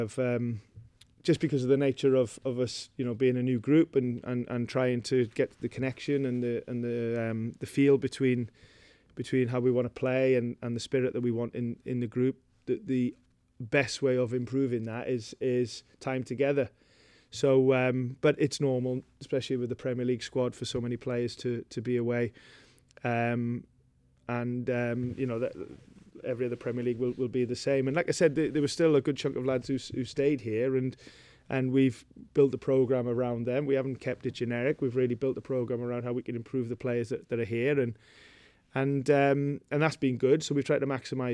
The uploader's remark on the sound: Pre Match Press Conference.